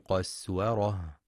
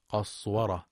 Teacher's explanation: وفي قوله سبحانه فرت من قسورة، يخطئ من يقرأ قسورة بتفخيم السين فتصبح صادا قصورة، والصواب ترقيقها · Shown in: first take